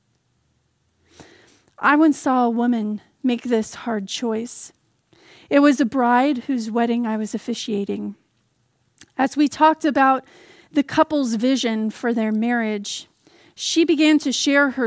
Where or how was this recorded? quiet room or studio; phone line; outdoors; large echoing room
large echoing room